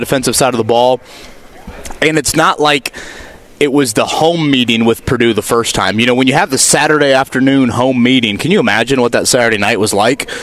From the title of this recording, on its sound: LIVE at the NFL Combine